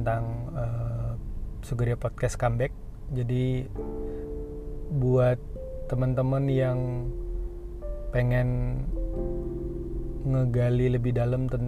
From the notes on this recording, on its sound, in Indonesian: Lagi berkendara, maklumin yaa kalo rada noise.